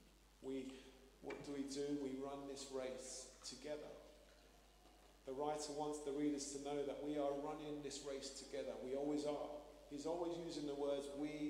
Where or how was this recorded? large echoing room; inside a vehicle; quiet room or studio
large echoing room